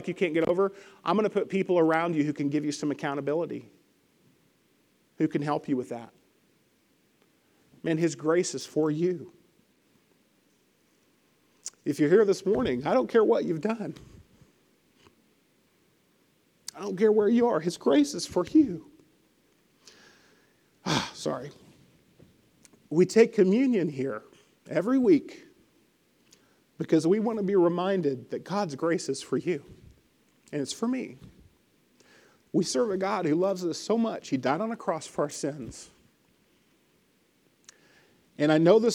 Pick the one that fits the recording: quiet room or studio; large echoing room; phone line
large echoing room